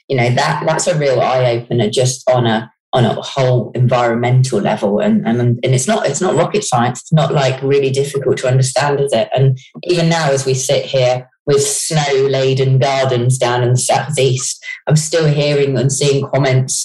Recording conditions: video call